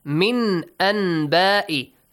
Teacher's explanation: Change the noon sound into a hidden meme sound. · Term: Iqlab